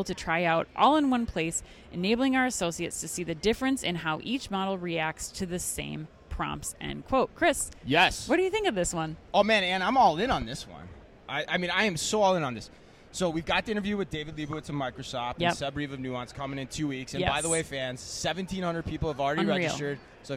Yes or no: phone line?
no